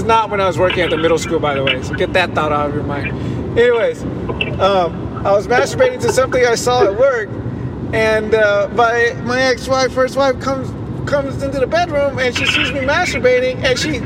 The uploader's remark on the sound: Live drive. While driving to tijuana.